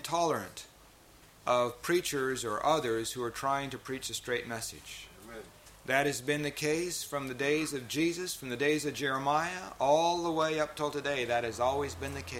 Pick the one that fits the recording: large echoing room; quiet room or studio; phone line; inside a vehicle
large echoing room